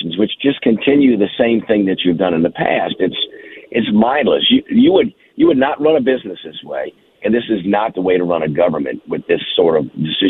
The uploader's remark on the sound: Next to call in to the show this morning